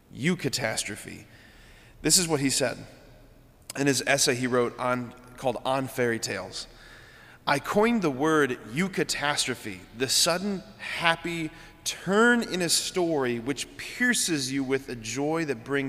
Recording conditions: large echoing room